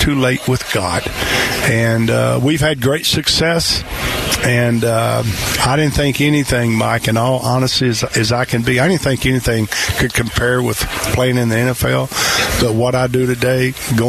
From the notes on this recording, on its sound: Live at Radio Row! The sights and sounds of being at Radio Row in the lead up to the Super Bowl.